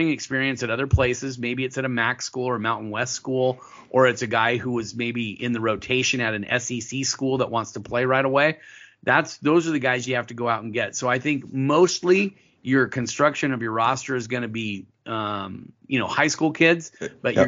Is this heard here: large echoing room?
no